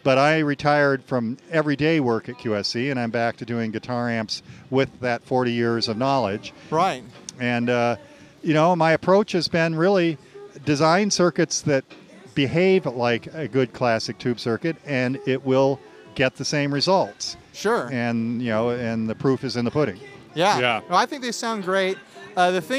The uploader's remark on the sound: We did our best recording all day outdoors